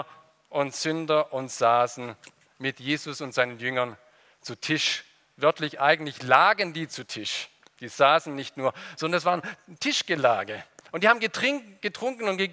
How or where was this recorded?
large echoing room